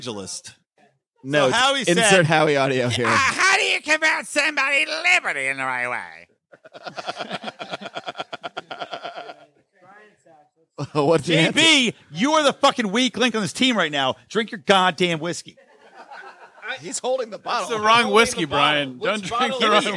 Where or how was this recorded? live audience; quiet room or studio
live audience